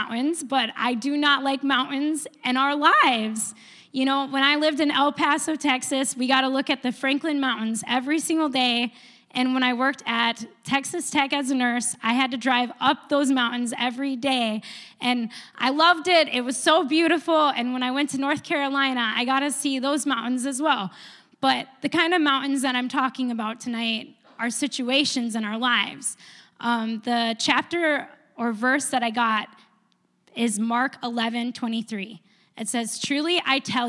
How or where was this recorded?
large echoing room